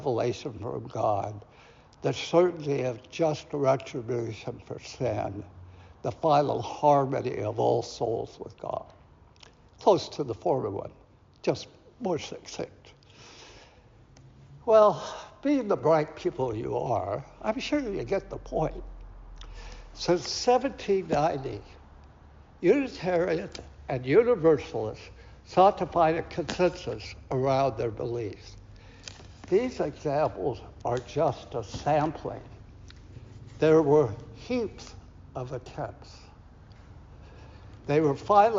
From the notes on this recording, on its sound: Recorded at Auckland Unitarian Church 23rd April 2023.